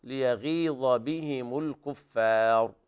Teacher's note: الغين في أقل مرتبة للتفخيم